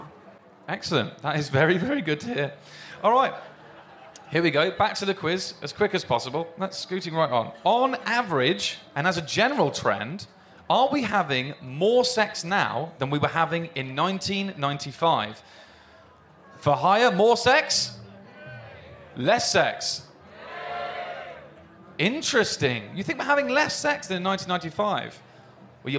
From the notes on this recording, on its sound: (Live at Latitude 2022). Their first ever live recording of the podcast that they performed at Latitude 2022.